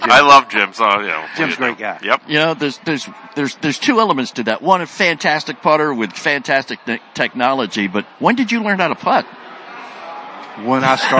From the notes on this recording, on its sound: Live from the Media Days for the inaugural #SeniorLPGAChampionship at the Pete Dye course at French Lick Resort.